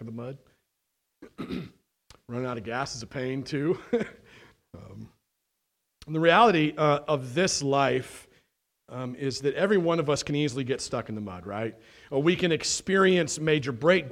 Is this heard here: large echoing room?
yes